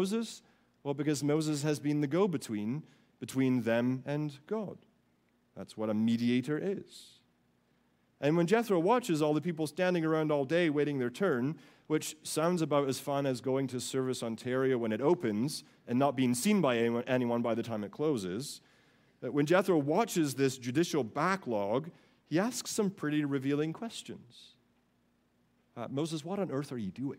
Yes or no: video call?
no